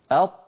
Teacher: الطاء كذلك أط، جربوا أط، تجد بأن صوت الطاء محصور بين قبة الحنك واللسان